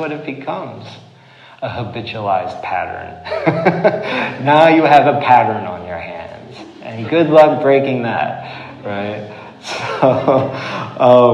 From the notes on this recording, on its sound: this recording of a recent talk he gave at The Siskiyou School in Ashland Oregon on 12/5/18